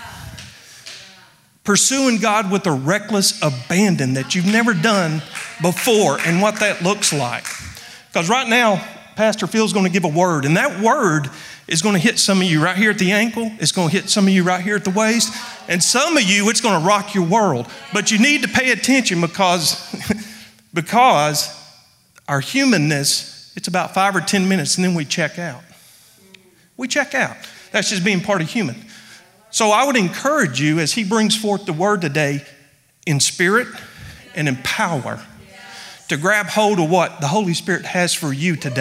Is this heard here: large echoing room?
yes